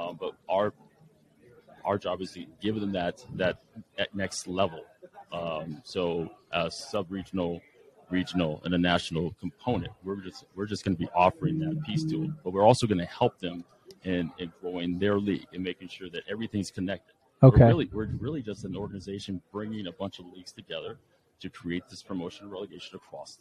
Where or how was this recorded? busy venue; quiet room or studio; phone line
busy venue